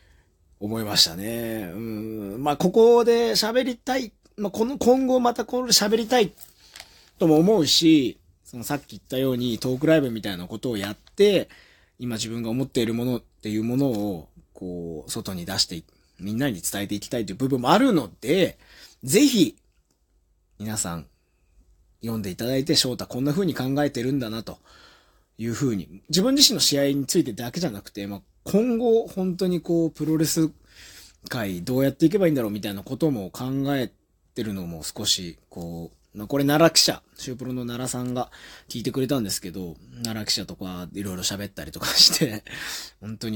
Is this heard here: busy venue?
no